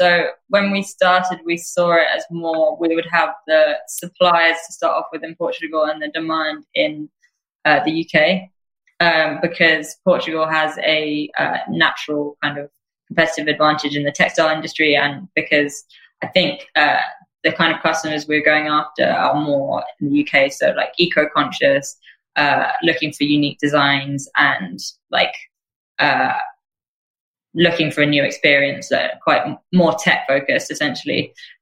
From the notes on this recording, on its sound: this episode was first recorded as a webinar in November 2019 and converted to a podcast